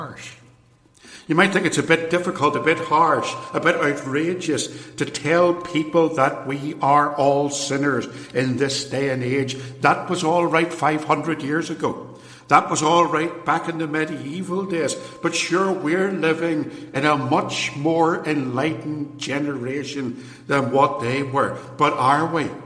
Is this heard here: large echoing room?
yes